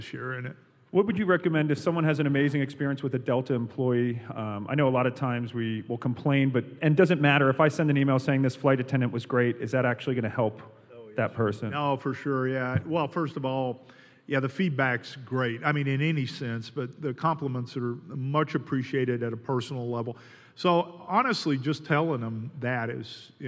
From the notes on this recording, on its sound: As part of an exclusive TPG Reader Event at the Delta Flight Museum, Talking Points went live in front of an audience of more than 200 people.